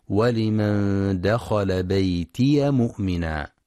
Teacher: يخطئ من يقرأ بيتي بسكون الياء